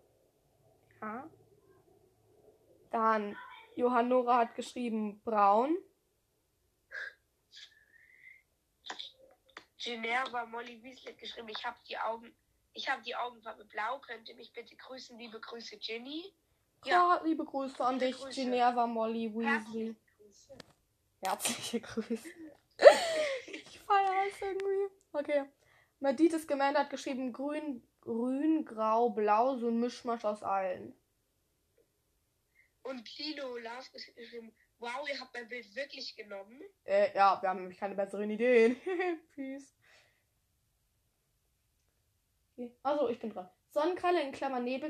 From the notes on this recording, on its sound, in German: Sorry wenn die Tonqualität so schlecht ist